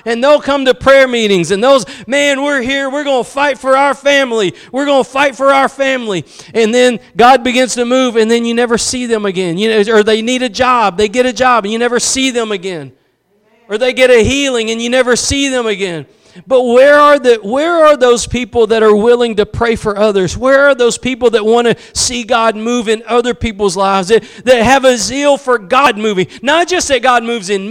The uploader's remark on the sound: Preached at Gospel Lighthouse in Bossier City, La.